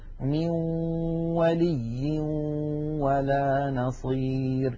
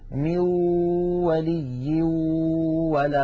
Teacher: من الأنف يخرج غنة ومن الشفتين تخرج واو، يبدأان معا وينتهيان معا · Shown in: first take · بعض إخواننا يقول ميو يبدأ بواو ثم يتبعها بغنة، فلا بد من أن يبدأ معا وينتهيا معا، ولا يطغى صوت على صوت، يعني 50% غنة و 50% واو، أو 50% غنة و 50% يا. · Term: إدغام بغنة